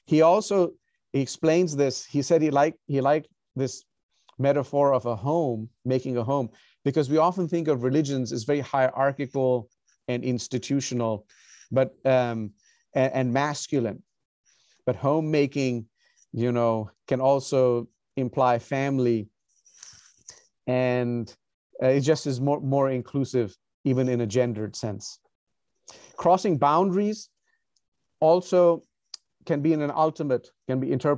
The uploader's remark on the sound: Recorded on Zoom.